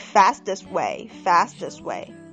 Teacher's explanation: fastest way 也是要把这个 t 吞掉